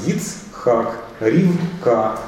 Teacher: Шва и в Ицхаке, и в Ривке немое.